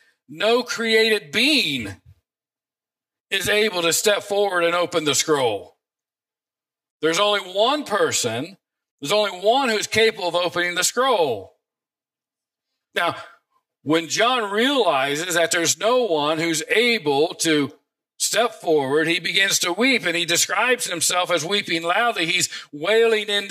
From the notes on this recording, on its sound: preached this sermon from the pulpit of Grace Community Church in Berea, KY